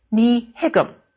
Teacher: the negative particle, ní, has the effect of turning the initial T in the verb into an H sound. This is called lenition, but here we represent the change on paper by inserting the H after the T.